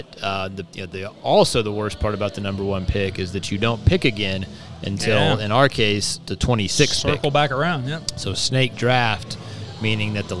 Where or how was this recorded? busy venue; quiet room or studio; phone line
busy venue